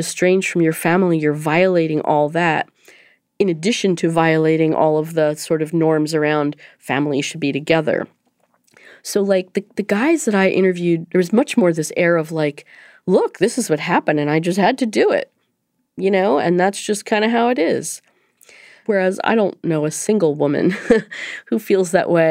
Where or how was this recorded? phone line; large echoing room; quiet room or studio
quiet room or studio